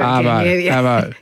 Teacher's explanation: To their eyes, it sounds the same, and they're not sure, are we talking about the avocado fruit? That's the lack of R in Arvo.